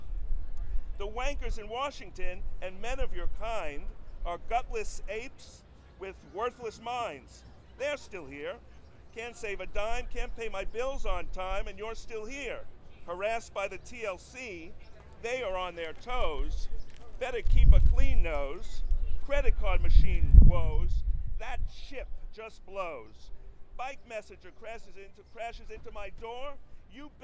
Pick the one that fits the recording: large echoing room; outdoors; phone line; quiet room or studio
outdoors